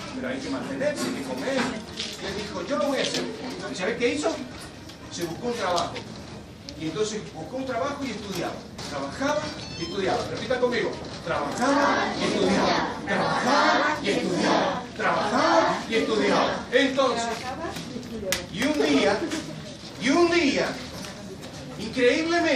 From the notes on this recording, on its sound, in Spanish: Audio en Vivo extraído de un encuentro con niños de un merendero en Río Segundo, Córdoba. Argentina.